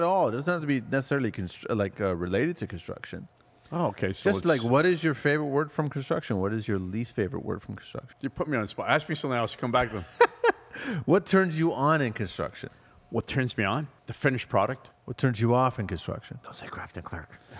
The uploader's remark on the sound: We are back at the R Club recording another great podcast